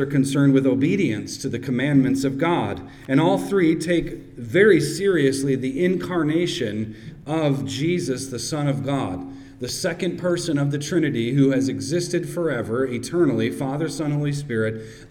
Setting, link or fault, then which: setting, large echoing room